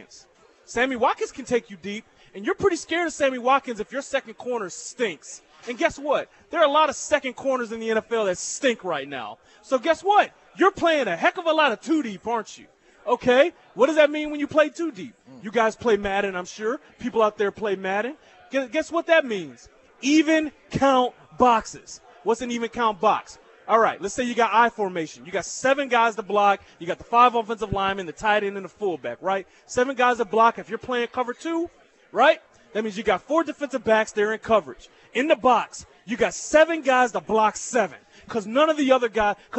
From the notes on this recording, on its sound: LIVE from Nick and Jake's in Overland Park.